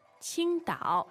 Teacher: So it's first tone and third tone.